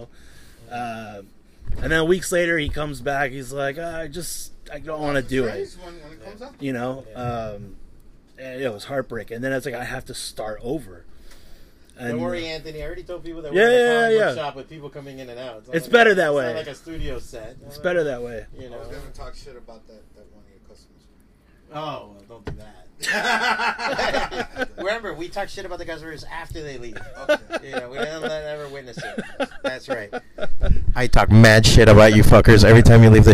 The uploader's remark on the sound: We had him do a signing in the shop and decided to talk comics and shop while eating a nice slice!